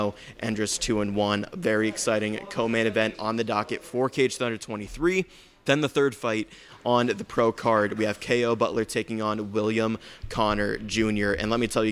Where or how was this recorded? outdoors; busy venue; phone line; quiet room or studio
busy venue